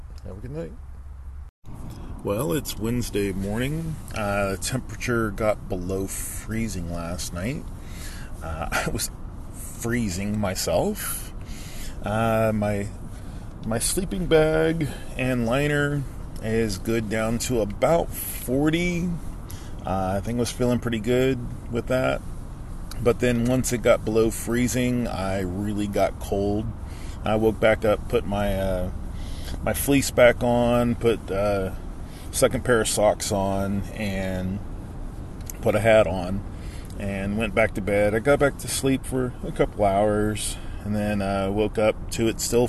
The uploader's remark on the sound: My uncut recordings while on the Appalachian Trail.